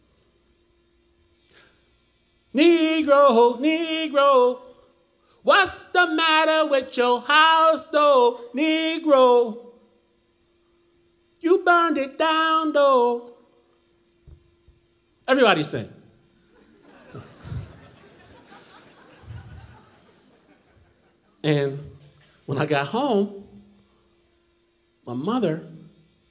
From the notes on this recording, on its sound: Performed live in Portland at Revolution Hall.